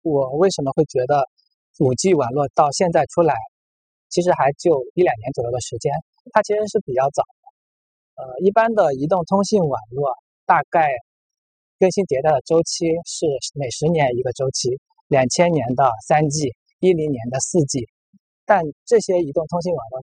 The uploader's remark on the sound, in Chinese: 边走边聊